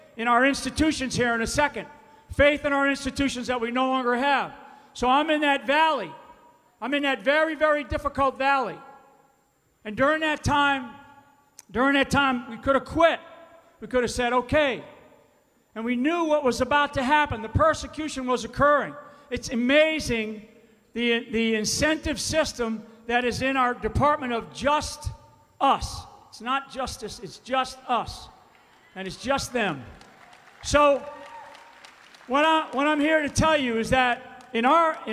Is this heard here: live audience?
yes